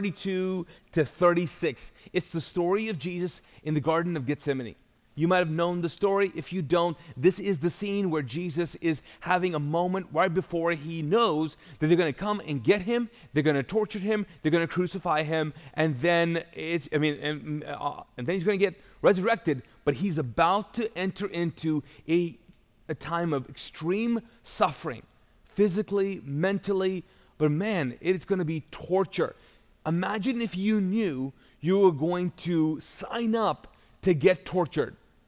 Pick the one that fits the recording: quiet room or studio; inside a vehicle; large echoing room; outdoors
large echoing room